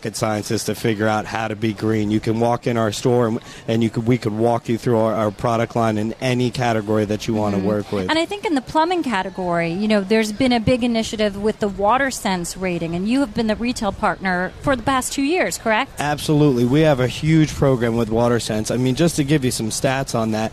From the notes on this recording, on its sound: Live from Times Square! A broadcast live from Times Square.